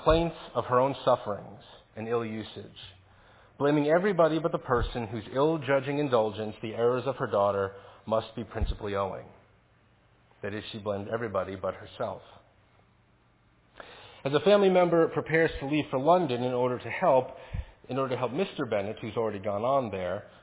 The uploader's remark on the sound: Faith Presbyterian Church – Evening Service